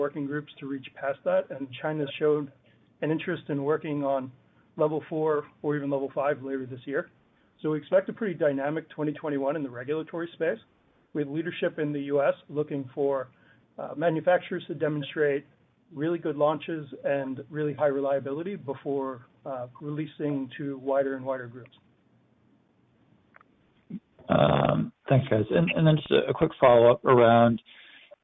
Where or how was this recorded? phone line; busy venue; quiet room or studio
phone line